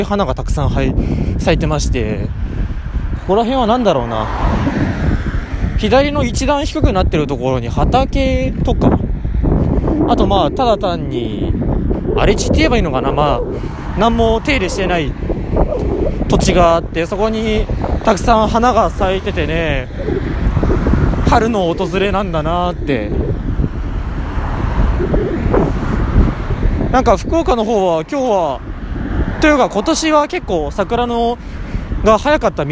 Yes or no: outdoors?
yes